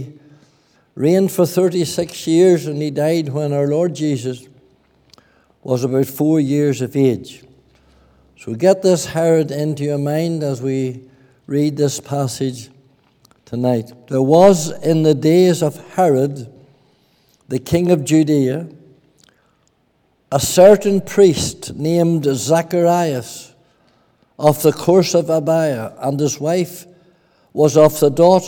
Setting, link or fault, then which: setting, large echoing room